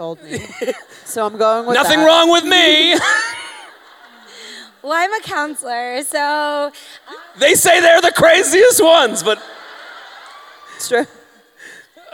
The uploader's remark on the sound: Take the show on the road for a very special bonus episode recorded live at The Agora Theatre in Cleveland. They conduct a dating app profile makeover for a lucky audience member.